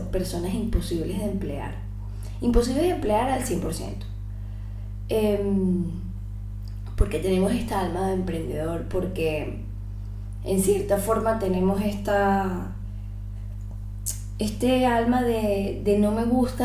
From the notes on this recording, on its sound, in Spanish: Se que el audio no es el mejor disculpen por eso.